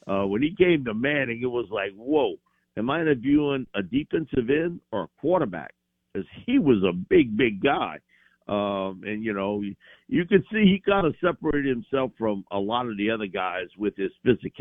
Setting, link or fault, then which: link, phone line